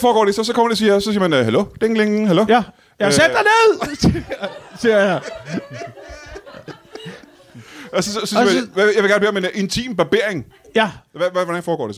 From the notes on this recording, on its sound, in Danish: Live fra Citizen i København. Ugens show er optaget på Citizen i hjertet af København foran et spillevende publikum.